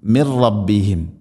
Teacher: ഇദ്ഗാം ബിലാഗുന്ന മണിക്കാതെ കൂട്ടി ലയിപ്പിക്കണം. മിൻ റബ്ബിഹിം എന്നല്ല പറയുക, മിർ റബ്ബിഹിം.